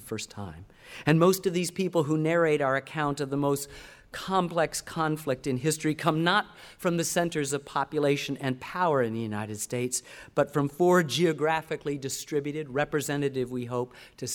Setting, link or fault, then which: setting, live audience